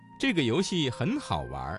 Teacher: 好玩这个词当中的玩加了一个卷舌音，形成了儿化音